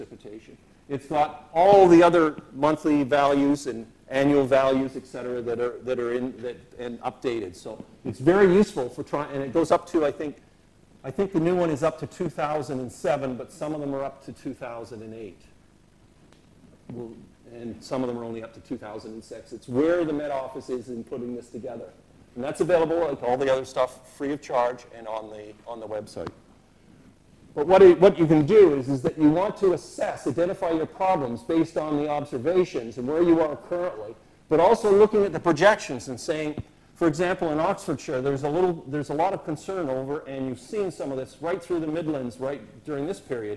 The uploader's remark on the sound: speaking at the launch of the 2009 UK Climate Projections in Oxford